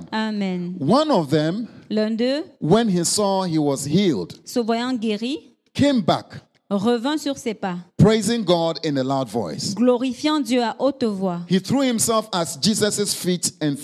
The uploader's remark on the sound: Preached during Joyful Hour Sunday Service